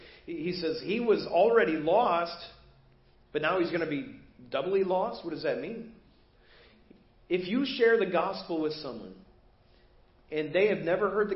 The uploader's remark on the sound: Preached at First Baptist Church of Hazel Park